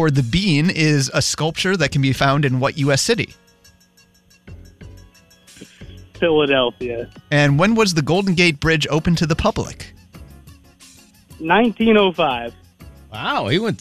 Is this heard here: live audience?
no